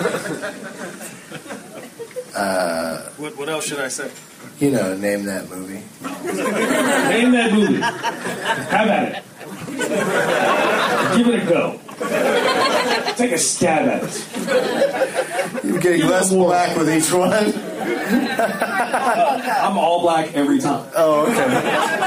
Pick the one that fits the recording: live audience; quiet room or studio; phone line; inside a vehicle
live audience